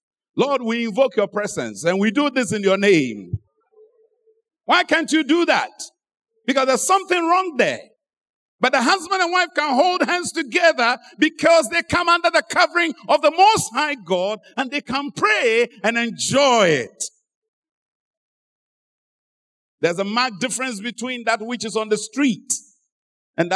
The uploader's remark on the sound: Sermon preached at Adabraka Campus